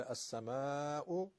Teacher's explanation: مد متصل السماء که حداقل دو برابر مد طبیعی ما باید بکشیم